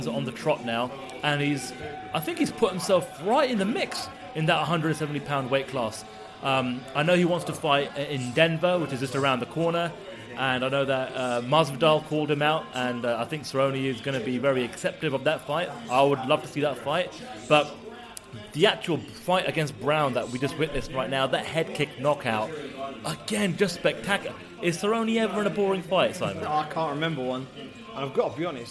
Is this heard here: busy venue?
yes